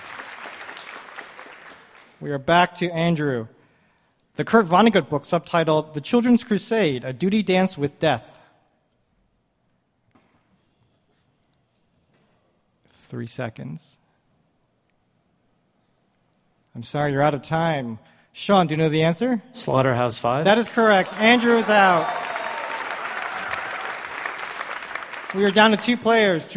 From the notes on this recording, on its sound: Recorded at Milwaukee's Pabst Theater